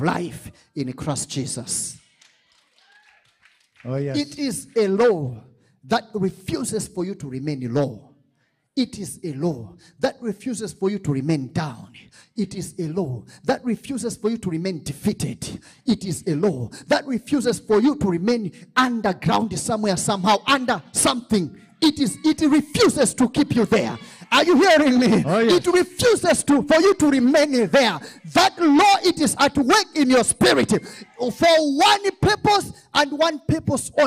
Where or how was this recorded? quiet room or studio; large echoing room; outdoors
large echoing room